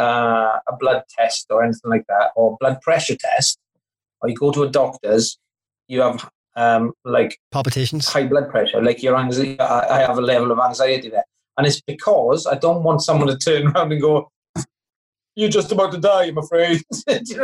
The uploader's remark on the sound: Recorded via Zoom, June 2020. Studio facilities provided by irishvoiceovers.co.uk.